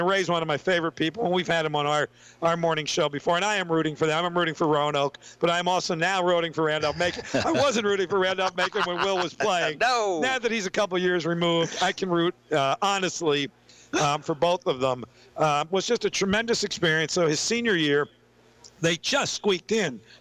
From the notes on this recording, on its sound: As heard live from Sports Page Grille Ashland on 102.9 The Mater and the RVA Sports Network.